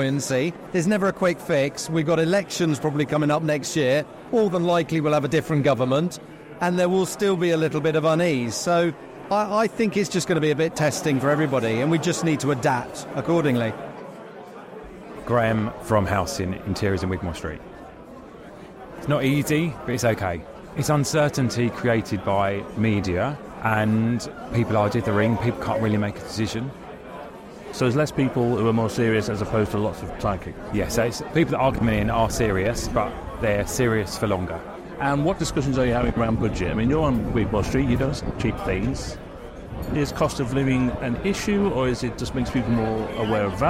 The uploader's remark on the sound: At the KBSA annual conference at The Belfry to meet up with loads of top independent kbb retailers.